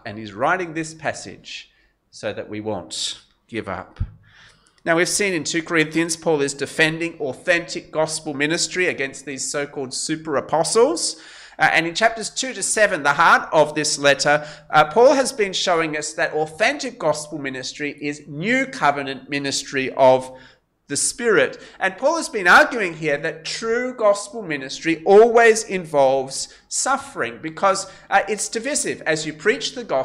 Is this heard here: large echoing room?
yes